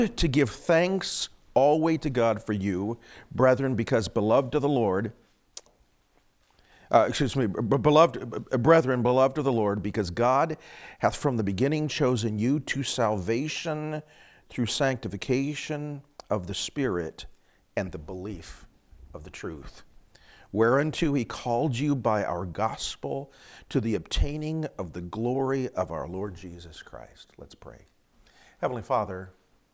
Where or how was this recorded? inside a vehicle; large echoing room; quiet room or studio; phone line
large echoing room